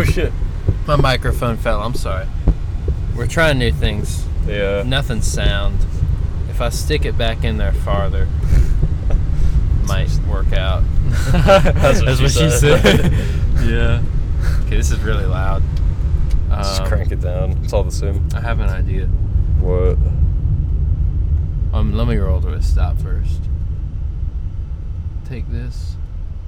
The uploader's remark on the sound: Car-cast. We went for a ride in my car today and decided to just record our conversations as if you were along for the ride.